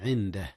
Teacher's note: إخفاء جاء هنا يا أستاذنا. أخفي النون قبل الدال، والدال من حروف الإخفاء